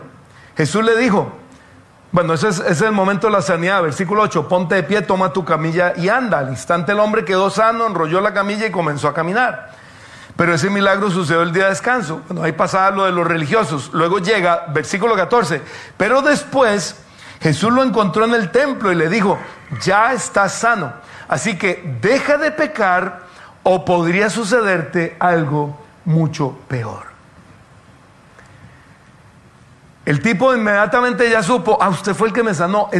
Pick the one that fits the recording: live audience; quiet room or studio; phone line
live audience